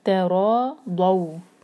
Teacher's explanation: زبان کی سائڈ اوپر والے دانت پر لگا کر، اوپر کے جو مولرس ہیں ہمارے سائڈ کے جو دانت ہیں وہاں پر لگا کر دو ہیوی کریں گے